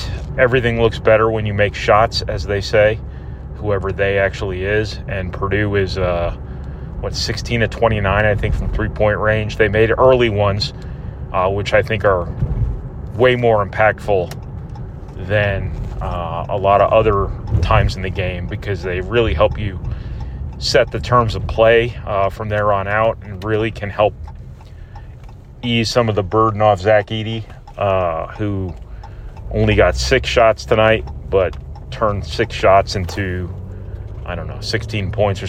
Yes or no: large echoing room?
no